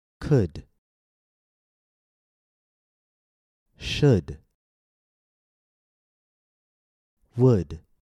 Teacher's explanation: Notice how the L is silent, and also notice how these all contain the same vowel sound, uh. · Term: silent L